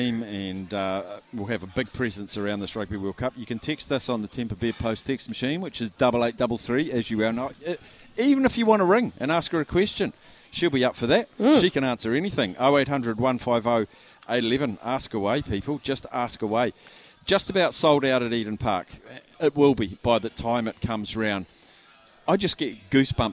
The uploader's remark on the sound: LIVE from Andy's Burgers & Bar